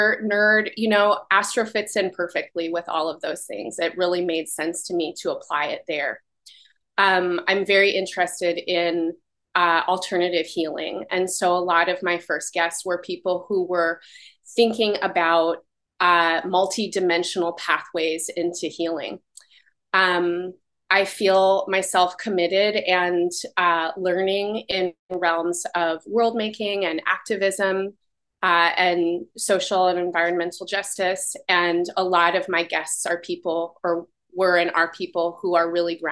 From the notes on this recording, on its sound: This episode is the edited audio from Embodied Astrology’s virtual open house